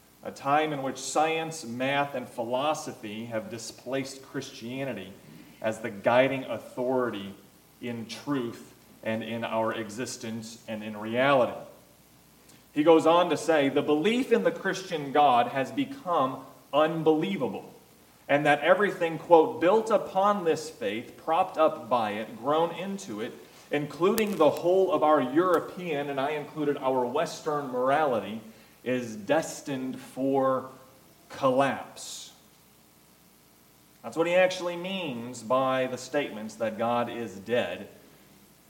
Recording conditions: large echoing room